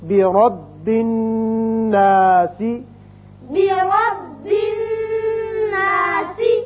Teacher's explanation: اب اس کے بعد یہ ہے الناسی، الف نام لام جو ہے ال، اس کا قاعدہ آپ پڑھ چکے ہیں کہ اس کے آگے نون حروف شمسی میں سے آ رہا ہے، اور کوئی حرف شمسی آ جائے تو وہاں الف نام لام لکھا جاتا ہے لیکن پڑھا نہیں جاتا، تو یہ با کی زیر نون سے ملے گی. اب یہاں نون دیکھیے کہ نون کے اوپر شد ہے، نون حرف مشدد ہے اور حرف غنہ ہے، یہاں غنہ کریں گے.